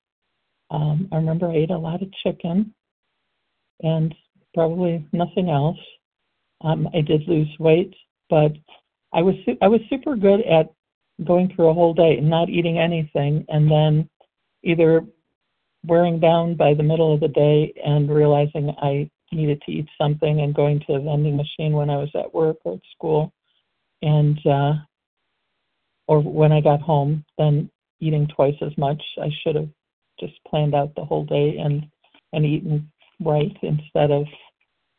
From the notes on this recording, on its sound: qualification from the 100 Pounders Phone Meeting